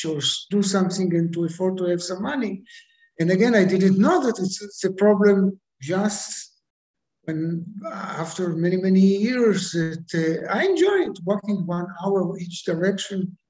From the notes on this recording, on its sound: Goes international via Zoom.